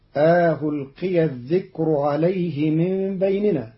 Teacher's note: بتسهيل الهمزة الثانية بين بين مع إدخال ألف بين المحققة والمسهلة